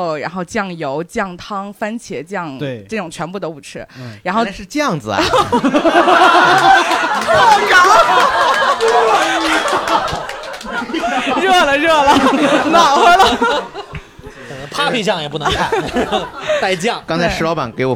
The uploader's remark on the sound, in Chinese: 携现场观众。由于最近没法举办线下录制。背景音乐-来自平台musicbed。